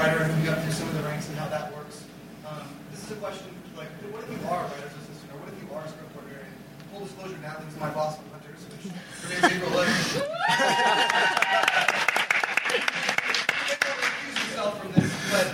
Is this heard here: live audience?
yes